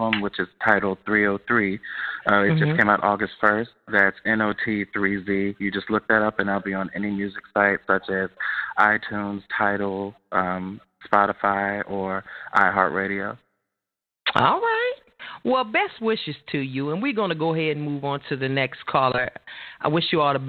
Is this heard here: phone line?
yes